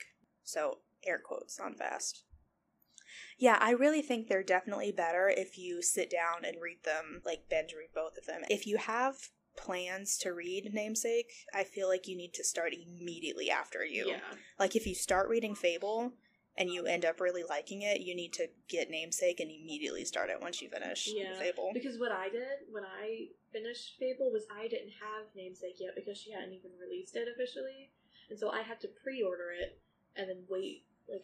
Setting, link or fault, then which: fault, poor sound quality